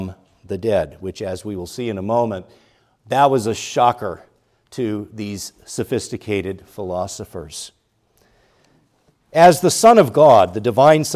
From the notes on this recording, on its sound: preached at Grace Orthodox Presbyterian Church in Sewickley, PA, during the morning Worship Service on Sunday, February 18, 2024